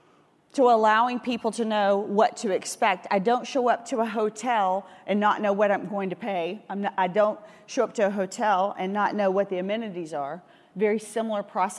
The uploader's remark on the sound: The Day02 Industry Keynote from FreightWaves LIVE Chicago 2019.